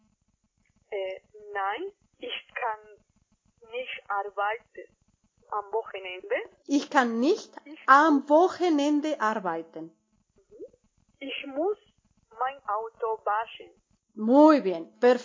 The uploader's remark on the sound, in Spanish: La conversación tiene lugar por teléfono. Una con mayor calidad (yo) y otra al otro lado de la línea.